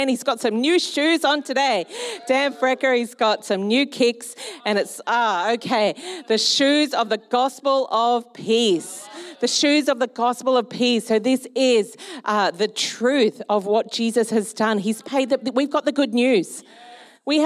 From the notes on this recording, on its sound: Recorded during our Melbourne East service on Sunday, the 2nd of April 2023